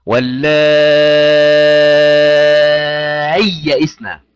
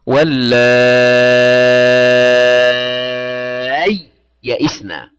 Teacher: فصل السكون عن الحرف الذي بعده وهو الياء الثانية · Shown in: second take · Term: الإظهار